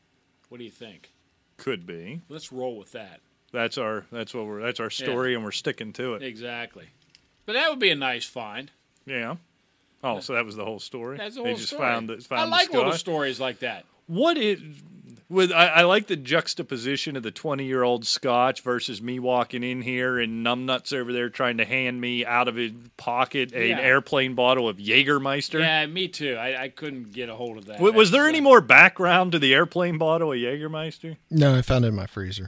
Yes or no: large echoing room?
no